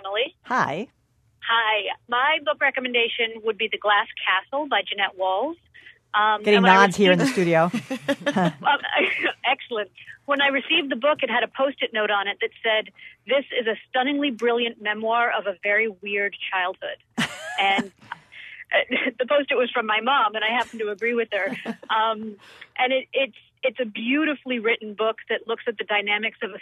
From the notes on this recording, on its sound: we open up the phone lines and take your recommendations